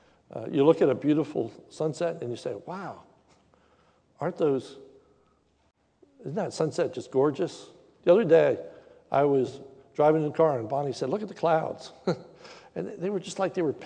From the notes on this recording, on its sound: sermon recorded live at the Lebanon Bible Fellowship Church in Lebanon, PA on 08/22/2021 during the evening service